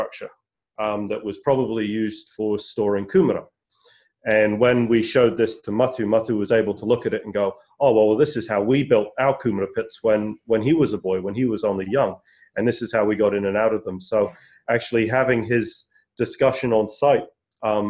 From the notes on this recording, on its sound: LEARNZ web conference